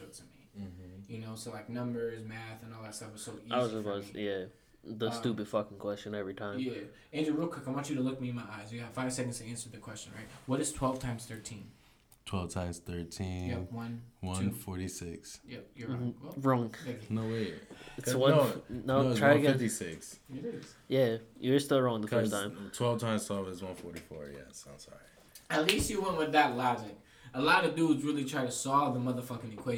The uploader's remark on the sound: forgot to bring in the 3 mic so we improvising don't judge us!